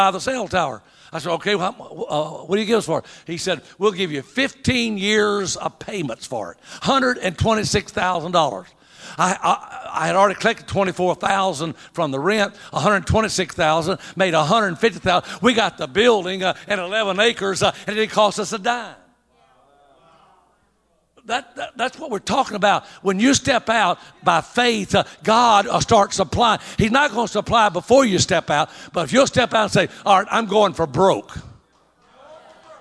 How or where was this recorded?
live audience